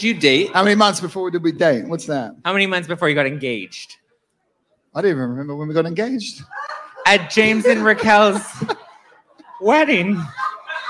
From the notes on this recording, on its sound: live at The Bourbon Room in Los Angeles